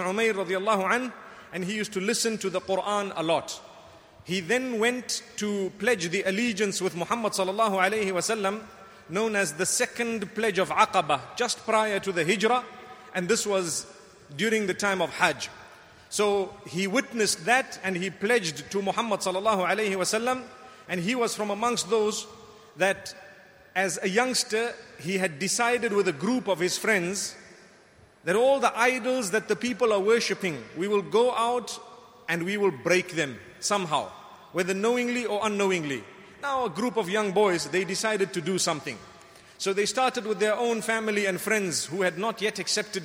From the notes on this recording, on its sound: Delivered at Tuanku Mizan Zainal Abidin Musjid Ramadaan 1435